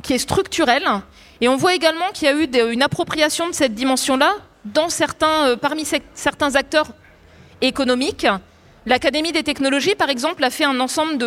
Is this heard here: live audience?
yes